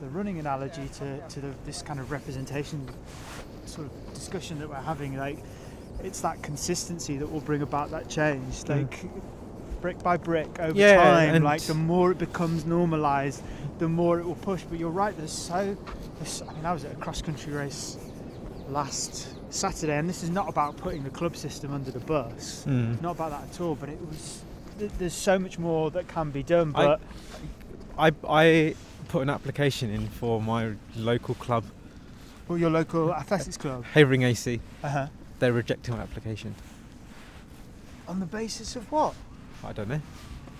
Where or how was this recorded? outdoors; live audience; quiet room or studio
outdoors